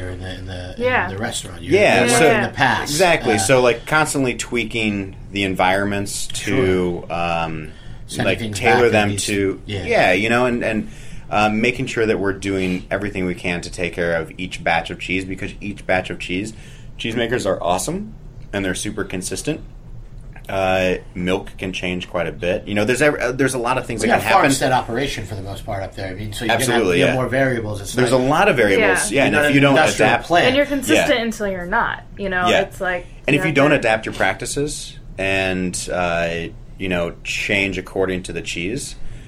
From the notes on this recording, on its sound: Were at the event and recorded some great interviews that they are sharing with listeners today. Re-live the 2014 Cheesemonger Invitational.